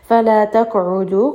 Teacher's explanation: قَاف is going to have قَلْقَلَ so give it a little bit of bounce